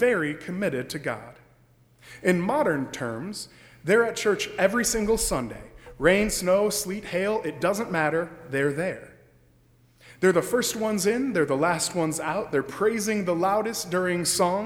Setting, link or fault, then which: setting, large echoing room